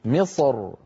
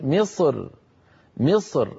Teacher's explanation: الراء لما نقف على مصر تكون ساكنة، وقبلها حرف استعلاء ساكن، وقبل حرف الاستعلاء الساكن كسرة. فبعض العرب كان إذا وقف على مصر يفخم الراء من أجل الصاد المستعلية قبلها فيقول مصر، وبعض العرب كان إذا وقف رقق الراء فيقول مصر مصر، فيرقق الراء من أجل الكسرة التي على الميم.